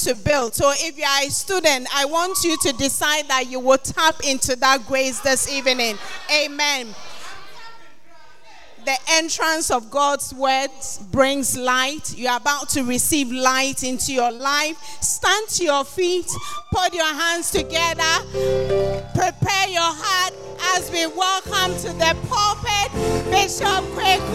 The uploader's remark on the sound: At The Fountain of Life Cathedral, The Gospel Encounter Service - 17th February, 2024.